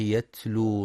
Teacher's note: يراعى بيان صفة الهمس في التاء الساكنة من يتلو